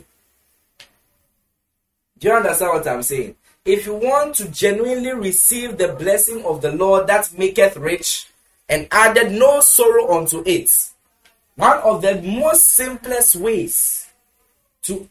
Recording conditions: large echoing room